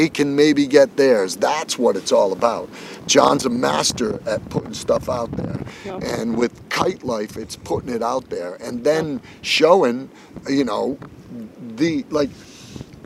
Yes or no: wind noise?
yes